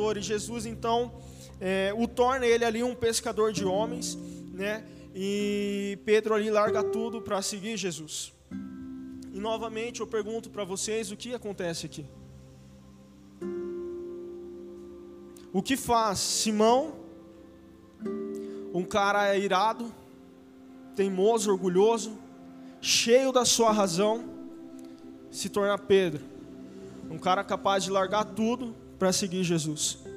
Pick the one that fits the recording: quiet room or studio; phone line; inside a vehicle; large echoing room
large echoing room